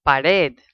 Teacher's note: all of the verbs have the emphasis on the last vowel · Term: broken nose rule